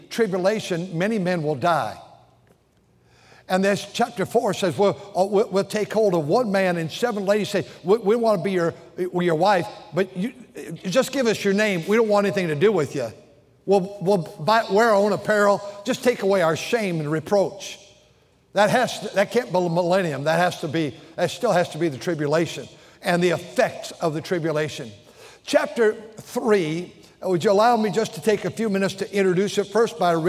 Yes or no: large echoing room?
yes